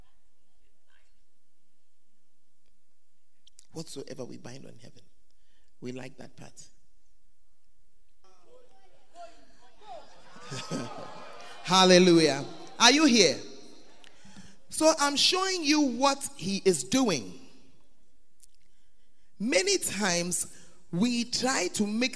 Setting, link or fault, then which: setting, live audience